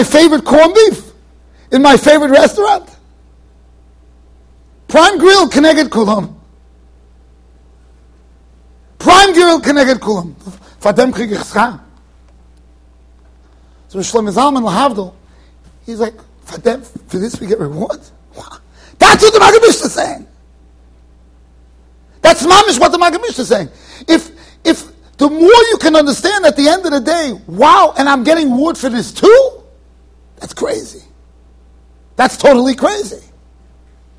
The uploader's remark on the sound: Shiur recorded in Yeshivas Ohr Reuven, Monsey NY.